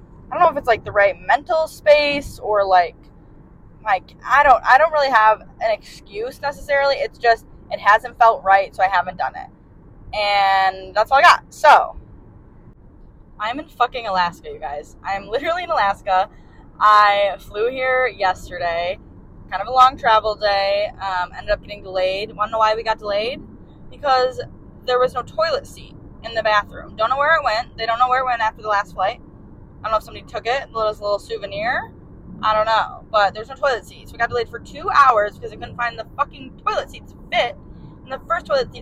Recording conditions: poor sound quality